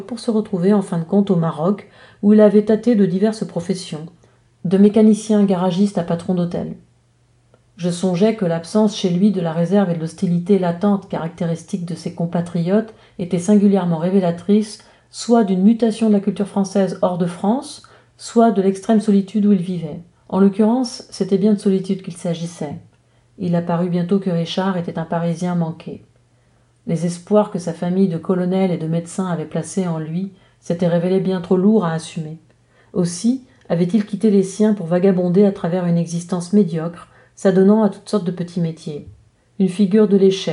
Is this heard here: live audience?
no